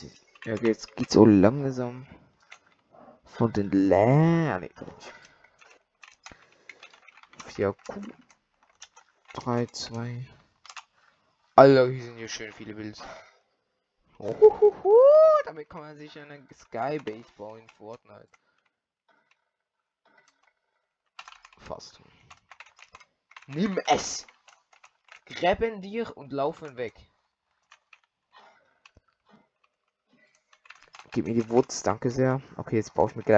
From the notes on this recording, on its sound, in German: die Audio Qualität ist wieder mal scheisse